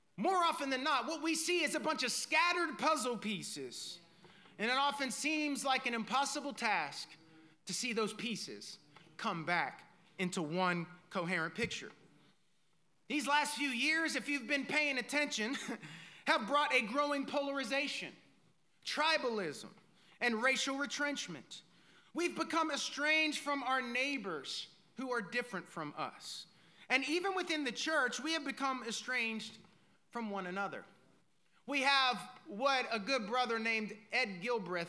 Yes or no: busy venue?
no